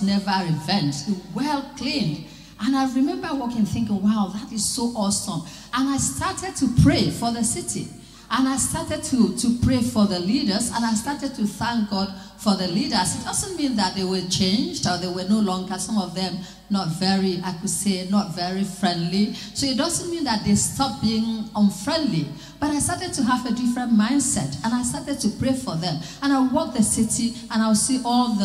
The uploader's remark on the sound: Question and Answer at the Light, Be conference in Vienna